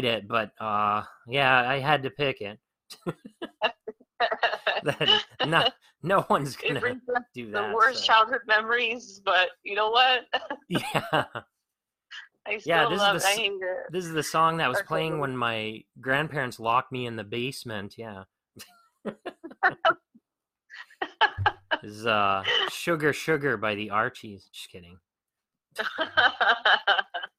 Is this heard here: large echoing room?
no